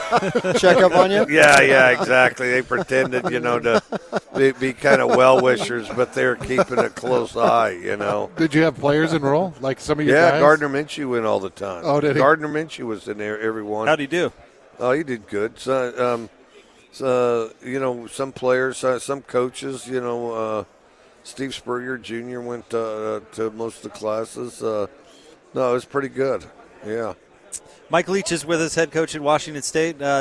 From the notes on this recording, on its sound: at Pac-12 Media Day